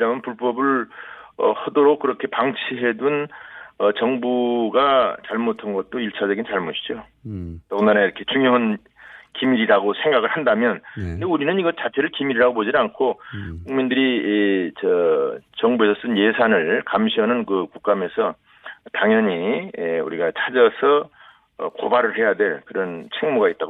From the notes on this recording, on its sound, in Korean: 릴레이 전화연결